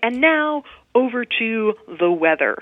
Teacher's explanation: And your voice is really going down at the bottom of that sentence. And that period indicates that sort of falling intonation, which is fine if you're talking about something relatively serious.